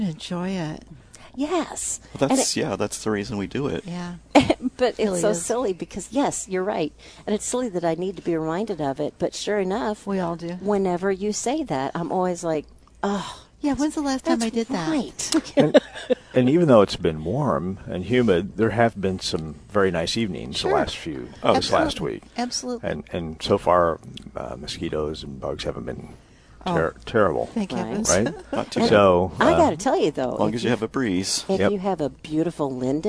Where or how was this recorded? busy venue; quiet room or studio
busy venue